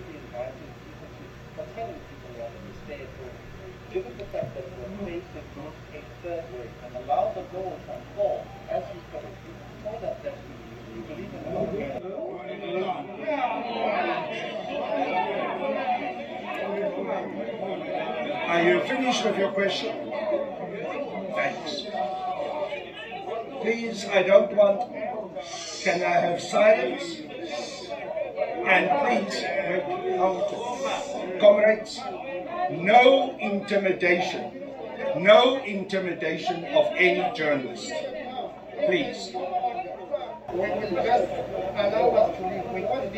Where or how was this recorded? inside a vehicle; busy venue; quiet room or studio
busy venue